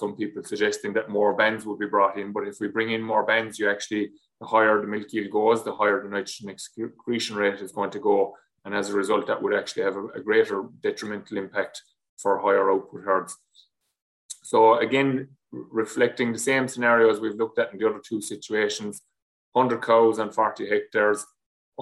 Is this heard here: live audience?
no